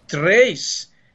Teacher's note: o português, durante muitos séculos, insistiu num R forte no número 3